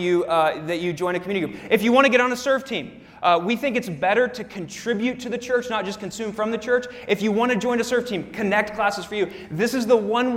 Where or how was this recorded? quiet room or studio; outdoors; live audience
live audience